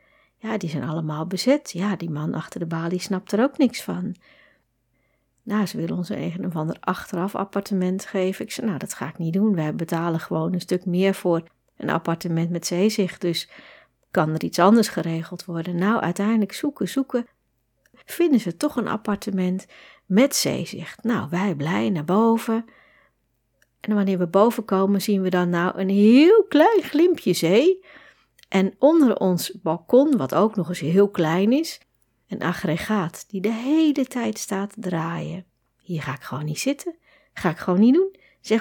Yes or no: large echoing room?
no